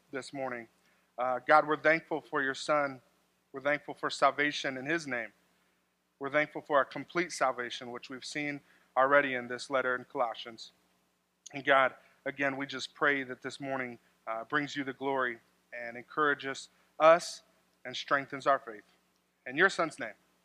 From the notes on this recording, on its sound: This sermon was delivered on March 3rd, 2024 at Grace Church in Granger, Indiana.